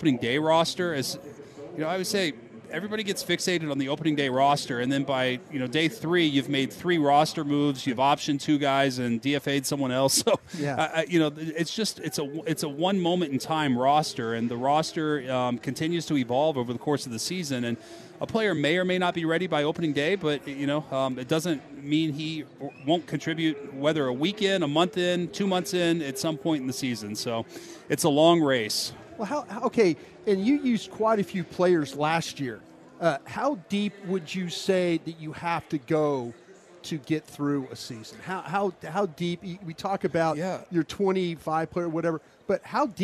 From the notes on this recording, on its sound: Live from Texas Rangers Spring Training. Live from spring training in Surprise.